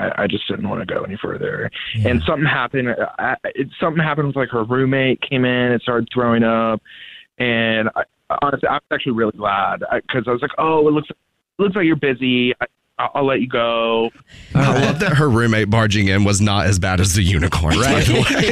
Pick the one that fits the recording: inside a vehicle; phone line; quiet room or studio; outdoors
phone line